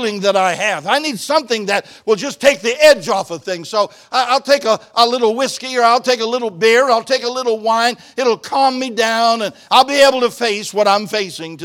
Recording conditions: large echoing room